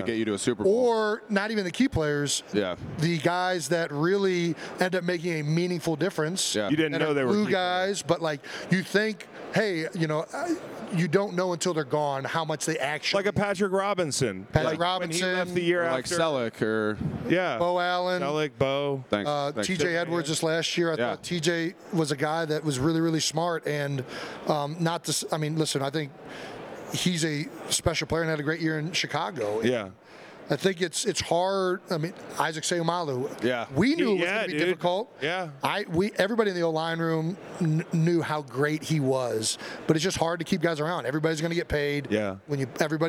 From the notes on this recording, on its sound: Day 2 at SB LVIII Radio Row. Throughout the show, you'll also hear plenty of shoutouts to guys that rolled by us on radio row.